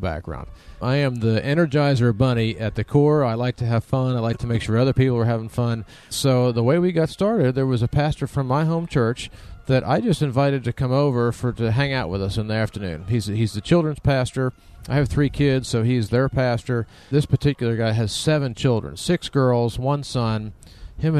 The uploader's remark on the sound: This show was recorded inside their travel RV at the National Religious Broadcasters Convention #Proclaim18 in Nashville, TN.